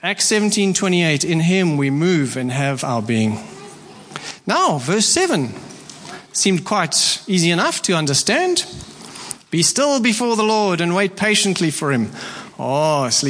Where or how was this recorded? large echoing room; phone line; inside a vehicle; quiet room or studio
large echoing room